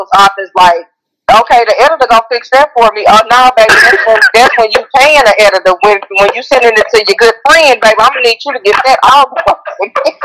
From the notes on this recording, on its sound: On the phone interviewing authors